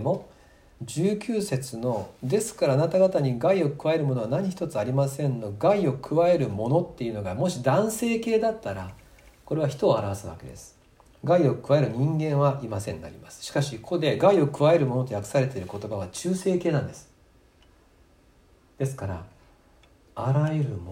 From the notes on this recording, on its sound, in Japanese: 2020年4月26日吉備教会礼拝メッセージ録音です。